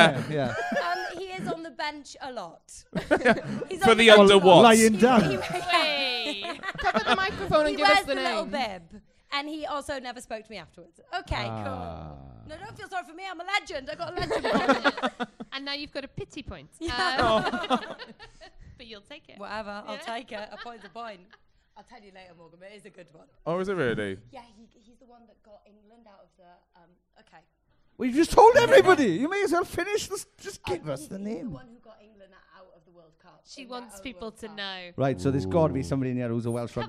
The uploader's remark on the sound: It's another LIVE SHOW, recorded live at the beautiful Chapter Arts Centre in Cardiff. A very chatty audience.